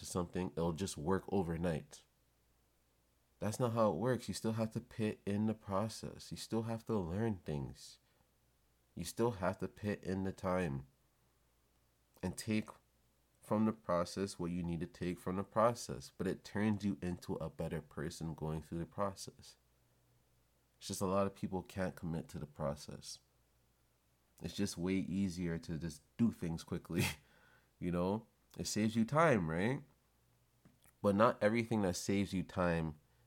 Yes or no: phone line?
no